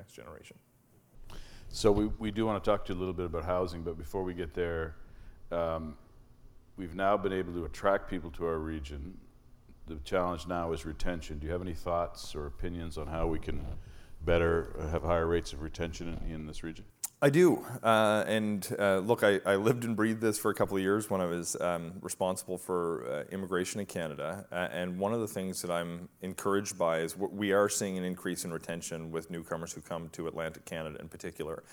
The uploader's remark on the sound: a live, in-person conversation